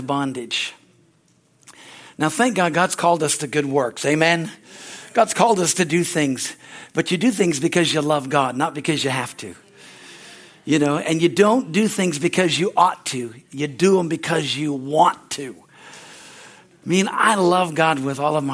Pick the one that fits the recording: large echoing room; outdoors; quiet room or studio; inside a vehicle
large echoing room